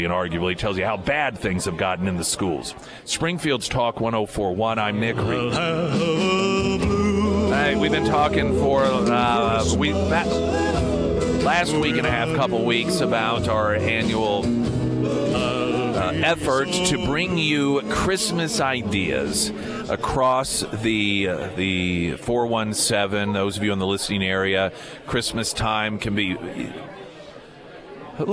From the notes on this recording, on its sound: live at Scramblers Diner for the Friday Road Show